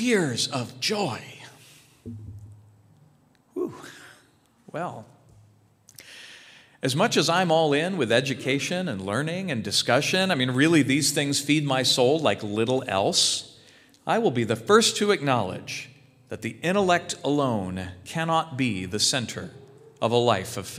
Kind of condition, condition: setting, large echoing room